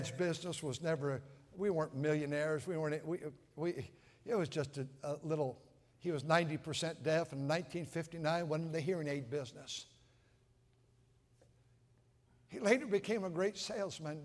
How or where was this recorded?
large echoing room